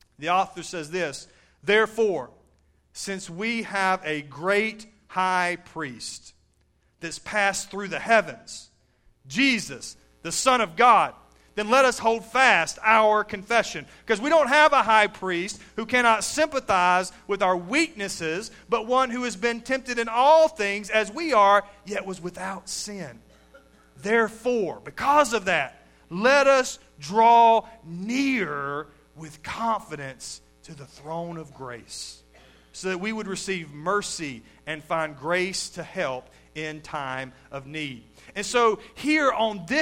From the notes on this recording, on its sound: Recorded live at Shindler Drive Baptist Church